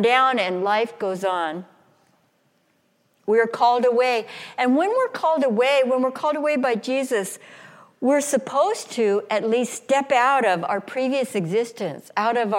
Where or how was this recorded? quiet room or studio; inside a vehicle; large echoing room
large echoing room